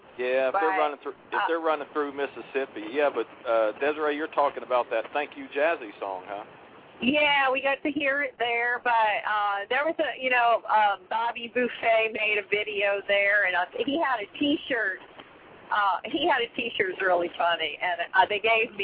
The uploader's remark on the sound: Open phone lines for whatever trucking topic is on your mind.